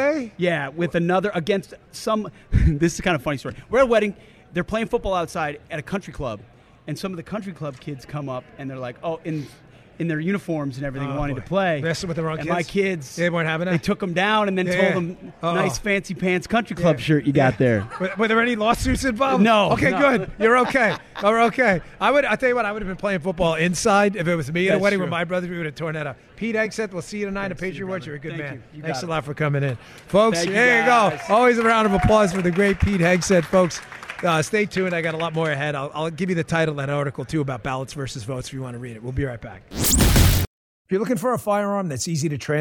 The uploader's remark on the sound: Live from the Patriot Awards in Hollywood Florida